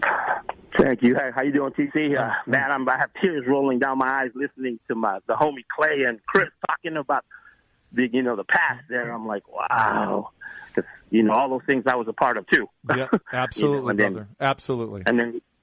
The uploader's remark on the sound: We Hear a Collection of Clips and Phone Calls